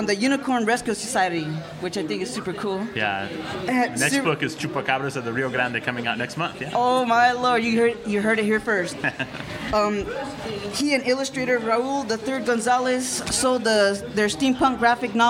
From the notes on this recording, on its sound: A session from the 2019 Tucson Festival of Books.